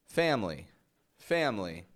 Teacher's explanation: Americans have totally dropped the I in pronunciation from that word simply because it's such a common word, and we pronounce it so fast, family, family, that there's no time for the schwa.